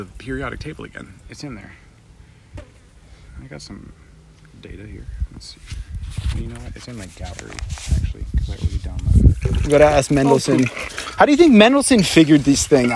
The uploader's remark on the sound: A field recording investigating the void inside a mountain spring. We also check out the pump house, sit by the solar panel power station and walk by bobs mill.